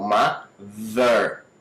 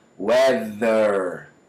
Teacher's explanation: essa foi a minha dica do dia, que é o TH com vibração